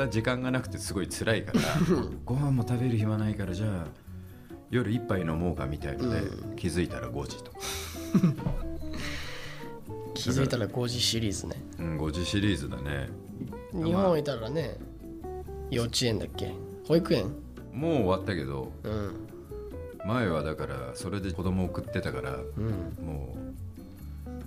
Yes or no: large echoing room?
no